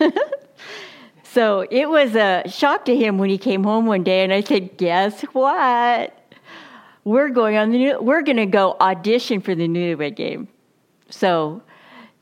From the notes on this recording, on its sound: Reformation Sunday message delivered during the Contemporary Worship service.